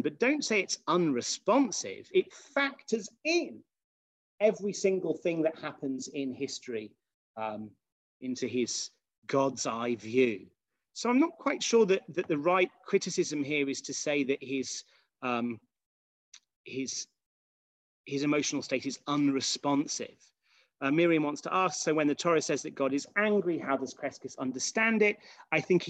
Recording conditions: video call